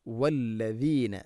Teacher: ദാല് നാവിൻ്റെ അറ്റം മുൻപല്ലുകളുടെ ഇരുനിരകൾക്കിടയിലൂടെ അല്പം പുറത്തോട്ട് വരണം